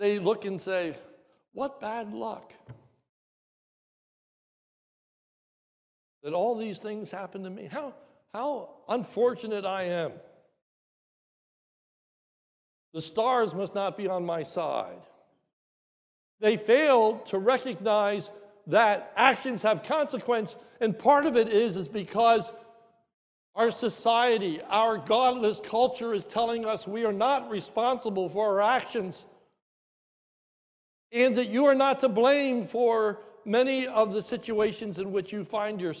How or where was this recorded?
large echoing room